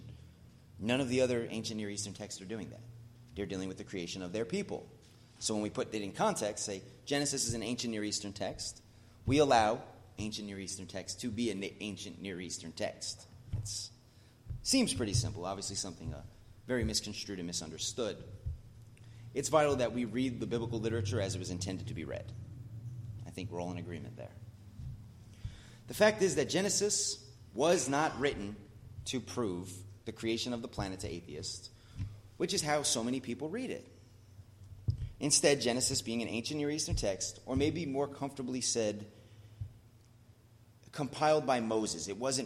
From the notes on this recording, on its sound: As part of The Whole Truth Series at The Blue Point Bible Church.